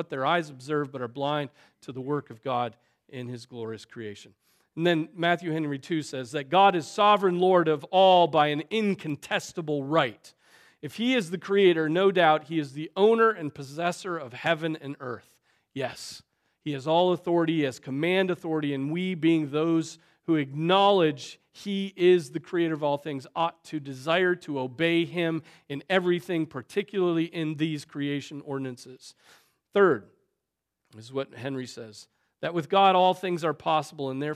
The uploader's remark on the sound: Preached on January 7, 2024 at Trinity Presbyterian Church ( Evangel Presbytery ) in Spartanburg, SC.